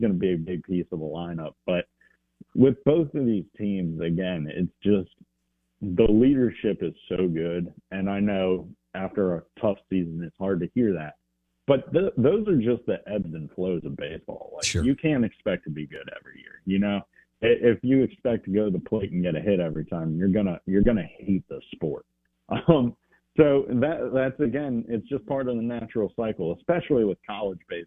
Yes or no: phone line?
yes